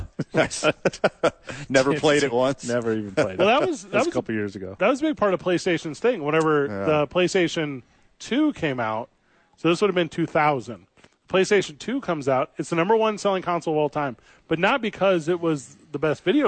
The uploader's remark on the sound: live from Nob Hill at The ABQ Dukes Store!